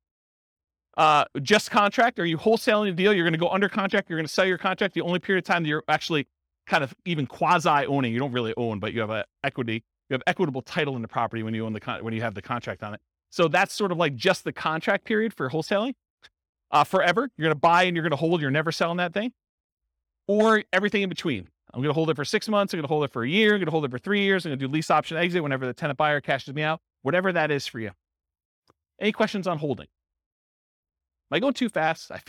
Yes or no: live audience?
yes